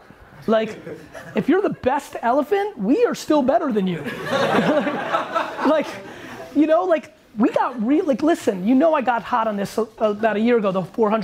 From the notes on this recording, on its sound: Q&A At The Crushing It Shoe Launch In London.